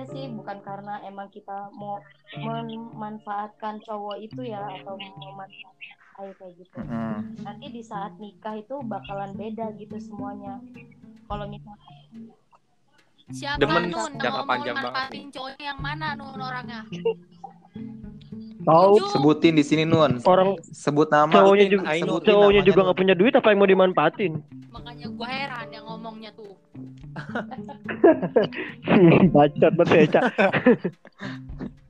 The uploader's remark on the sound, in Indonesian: Sorry kali audionya kurang Clean karna kita buat dirumah masih masing selama masa Pandemic ini